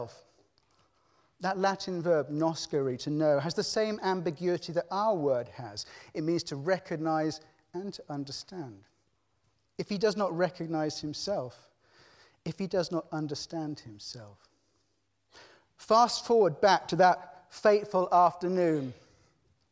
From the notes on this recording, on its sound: The 5x15 Halloween special recorded at Conway Hall on 30th October 2018. 5x15 brings together five outstanding individuals to tell of their lives, passions and inspirations. There are only two rules - no scripts and only 15 minutes each.